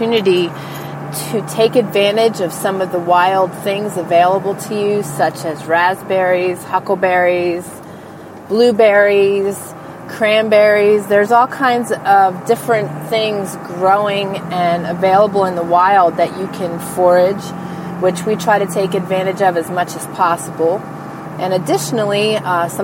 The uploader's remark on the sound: I am in my truck so you may hear the hum of the diesel in the background